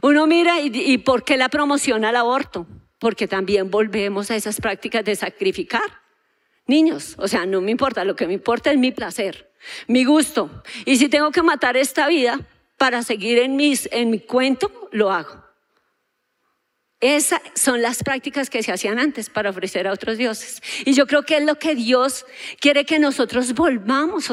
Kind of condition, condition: setting, large echoing room